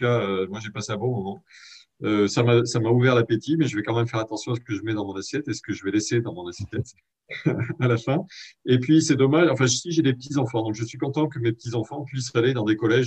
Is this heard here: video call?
yes